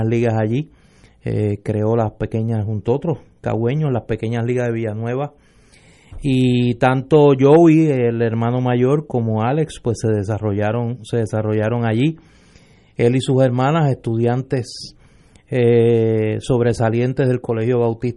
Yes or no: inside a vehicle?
no